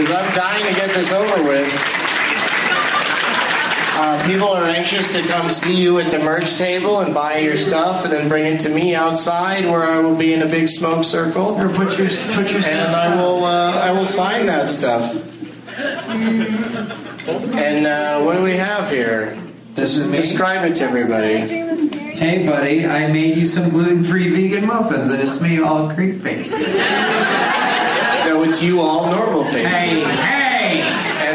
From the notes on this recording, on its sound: Audience members at Wow Hall in Eugene, OR.